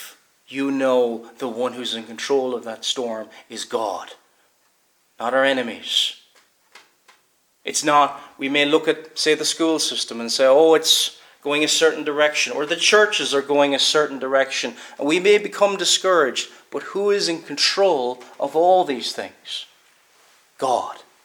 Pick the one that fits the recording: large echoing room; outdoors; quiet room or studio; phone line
large echoing room